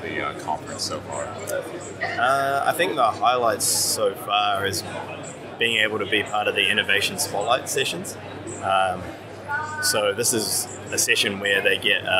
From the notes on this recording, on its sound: In this special FAST CAST from TechConnect World 2018.